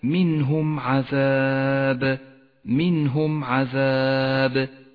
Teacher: الميم الساكنة وبعدها حرف العين تظهر من غير غنة أو تشديد · Term: الإظهار الشفوي